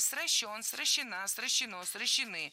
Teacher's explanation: Корень – безударный, а ударение ставим за корнем. Где есть не нулевое окончание, то на окончание.